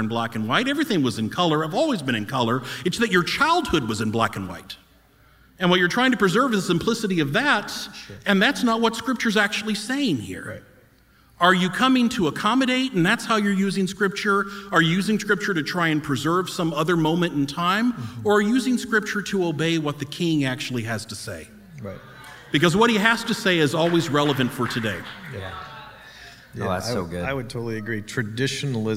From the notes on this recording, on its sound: We recorded a live podcast at our Conference.